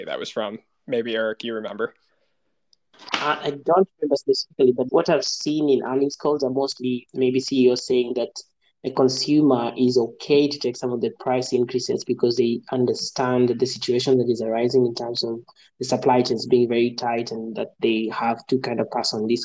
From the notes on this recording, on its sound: With two special guests.